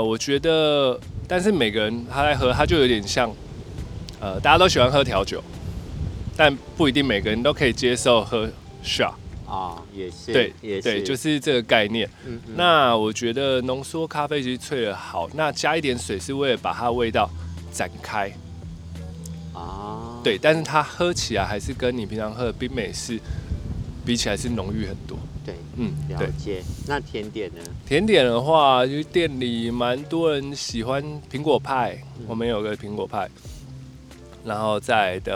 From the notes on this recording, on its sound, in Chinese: 所以騎完車 ，我們找個草原後，就這樣躺著 吹著風曬著太陽下，完成這次的錄音。當然戶外的音質不是最完美的，但有溫度～。